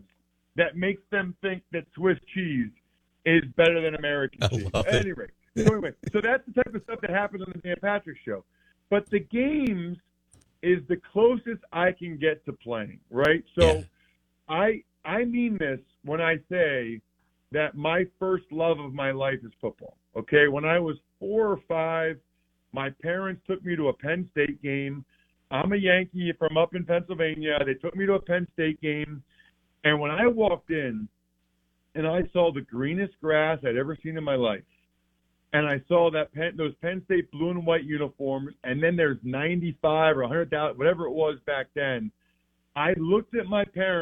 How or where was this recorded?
phone line